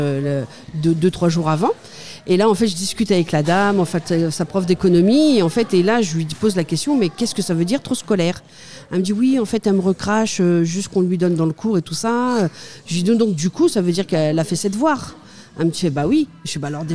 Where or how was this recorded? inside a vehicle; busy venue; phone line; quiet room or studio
busy venue